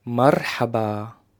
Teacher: It's a rolling R. So you have to roll your tongue to produce that letter, like the Spanish R.